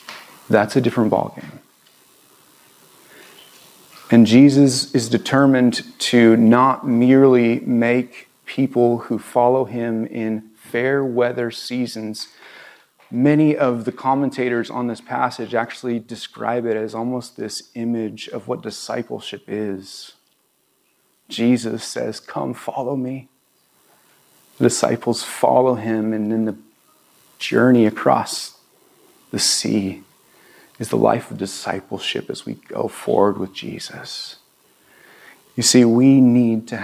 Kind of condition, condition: setting, large echoing room